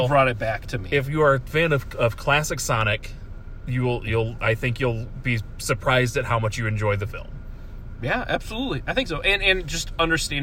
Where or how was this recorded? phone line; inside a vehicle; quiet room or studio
inside a vehicle